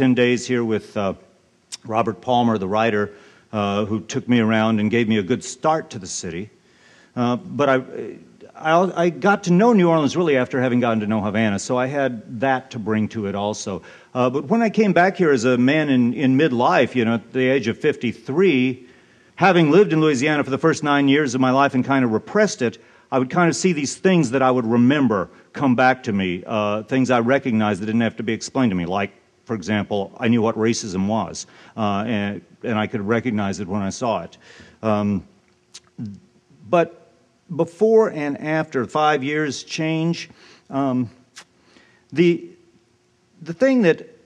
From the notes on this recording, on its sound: Keynote address at Zócalo’s conference on Race and Immigration in Post-Katrina America.